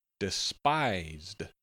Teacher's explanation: Despised has a short E, a long I, and a Z sound.